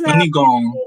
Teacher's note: Your stress is in ni.